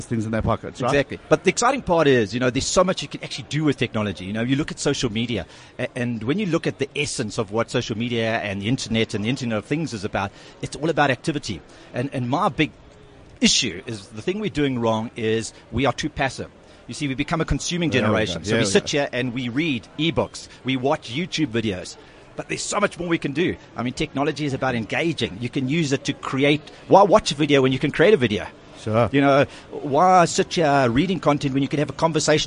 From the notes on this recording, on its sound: at the MyWorld of Tomorrow expo and conference